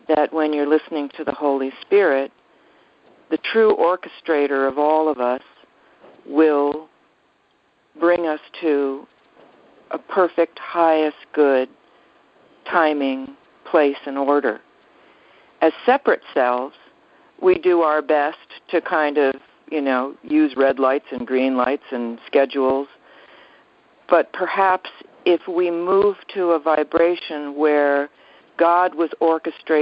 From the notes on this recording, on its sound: ACIM Daily TEXT Conference Call